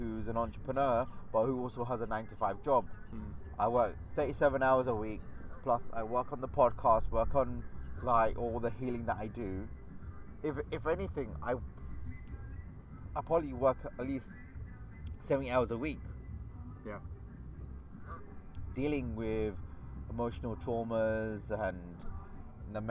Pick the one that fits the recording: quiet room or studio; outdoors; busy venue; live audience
outdoors